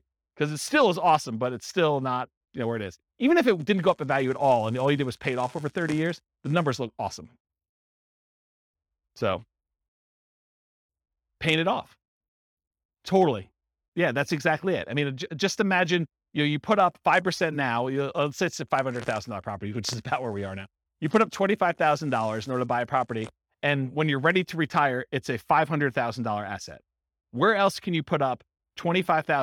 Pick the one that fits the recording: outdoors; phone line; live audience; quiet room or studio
live audience